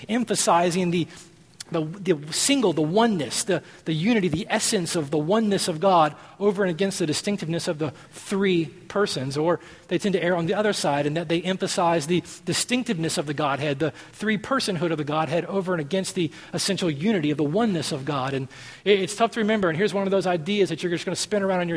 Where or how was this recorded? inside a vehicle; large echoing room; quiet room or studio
large echoing room